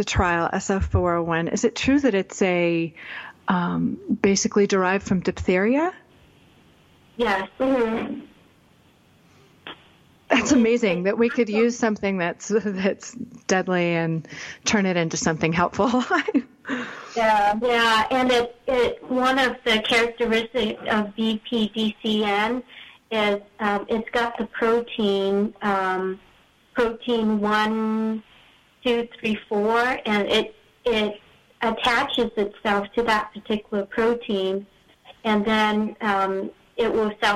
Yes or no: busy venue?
no